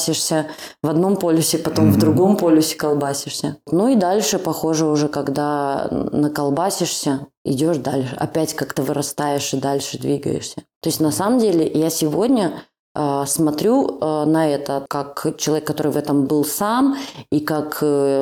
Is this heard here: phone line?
no